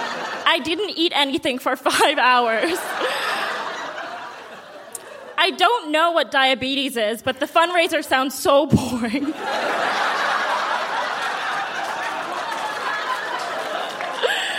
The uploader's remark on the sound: Recorded live at the Park Theatre in Winnipeg.